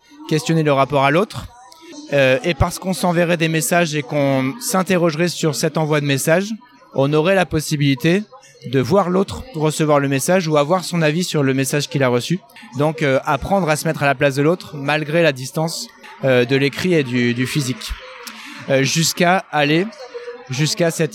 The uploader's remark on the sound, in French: Épisode enregistré à Educatech Expo.